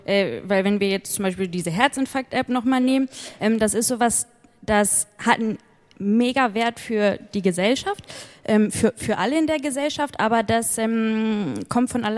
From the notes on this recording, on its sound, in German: Das Digitale Quartett gibt es einmal im Jahr, immer bei der re:publica, live und mit Publikum. Live on stage.